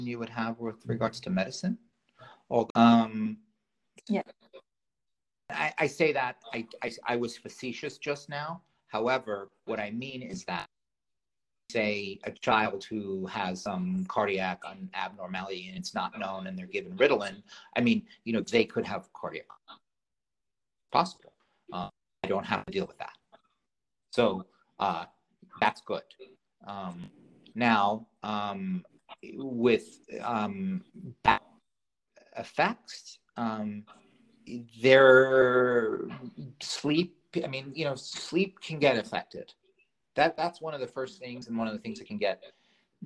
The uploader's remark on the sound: Apologies for the patchy audio. In Costa Rica where they are having biblical rainstorms.